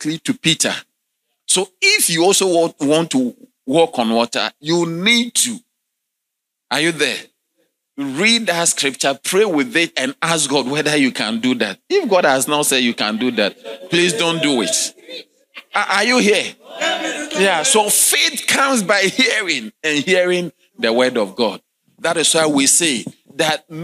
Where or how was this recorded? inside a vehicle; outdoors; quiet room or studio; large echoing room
large echoing room